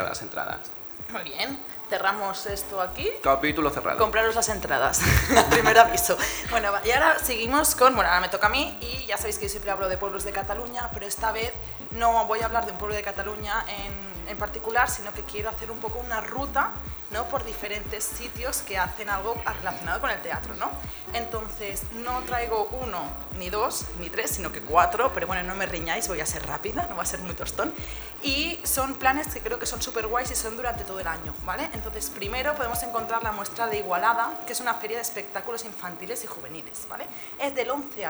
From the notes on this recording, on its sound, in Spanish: Acompañanos a batir el Record Guiness Mundial del Podcast de la mano del Teatro Victoria de Barcelona. Un episodio donde planeamos en vivo.